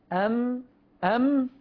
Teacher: الميم من الشفتين مع انطباقهما بالاشتراك مع مخرج الخيشوم